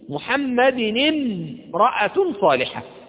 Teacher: ولم أنطق الألف التي في كلمة امرأة · Term: همزة وصل